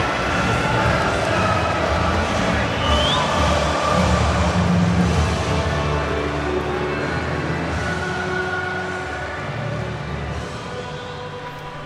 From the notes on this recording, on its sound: On a tour around the city. Free Manchester Walking Tours.